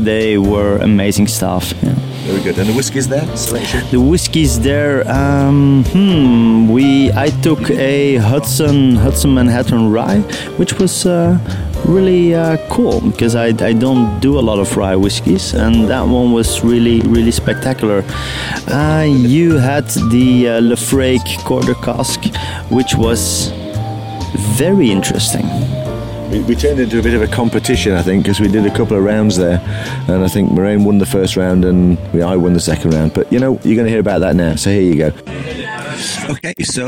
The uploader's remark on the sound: Live from the "Bankers bar". Recording live from a variety of Bars. From the 'Collage Art and Cocktail social club'. From a Bar full of safes and lock boxes...